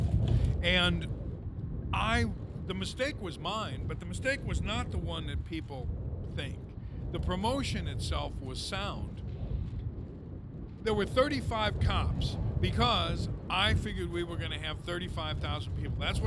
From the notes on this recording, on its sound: Taped on the overhang of the brand new CHS Field in Lowertown St. Paul, MN.